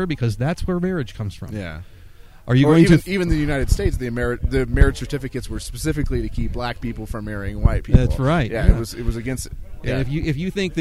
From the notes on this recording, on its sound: at the fifth annual Jackalope Freedom Festival Non-Event 2016 at Baca Meadow, AZ